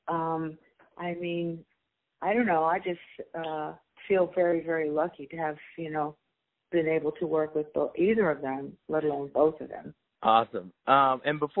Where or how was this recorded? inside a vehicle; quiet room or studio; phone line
phone line